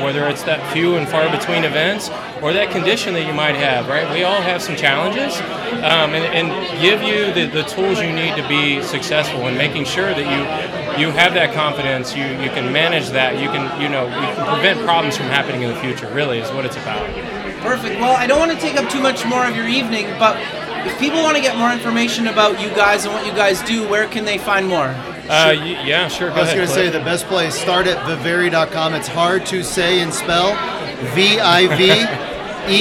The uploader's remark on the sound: Live at the MEAs